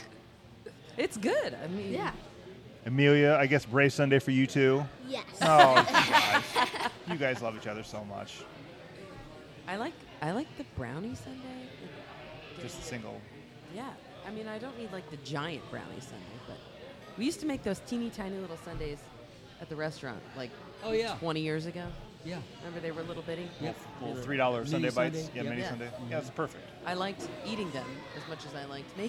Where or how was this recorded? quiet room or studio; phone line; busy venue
busy venue